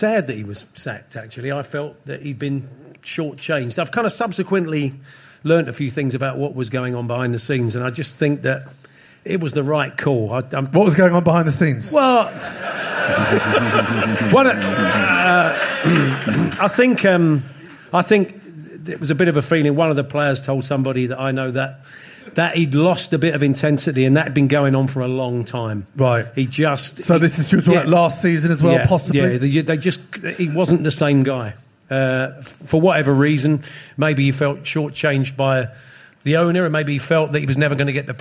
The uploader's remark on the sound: LIVE from The 100 Club in Londons West end!